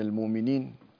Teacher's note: هنا المؤمنين تبدل الهمزة حرف مد